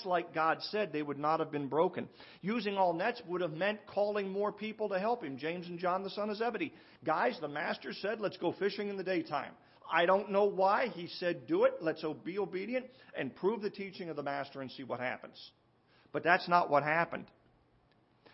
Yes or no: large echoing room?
yes